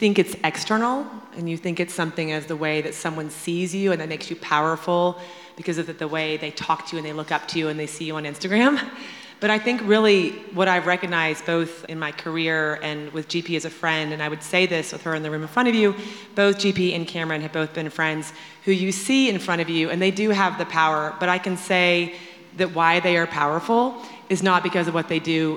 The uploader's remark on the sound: In this live podcast conversation straight from our In goop Health wellness summit.